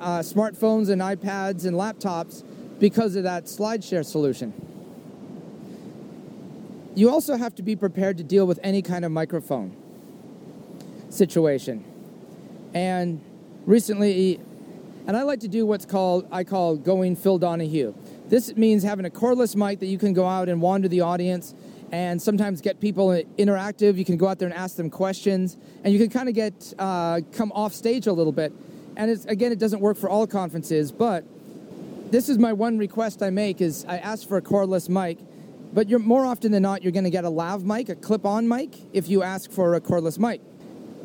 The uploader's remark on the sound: soliloquy on a trail